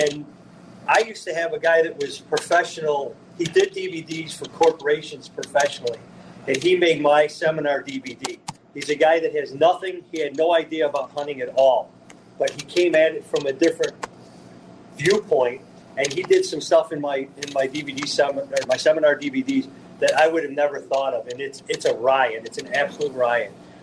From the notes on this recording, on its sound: live from Paul's Pizza and Hot Dogs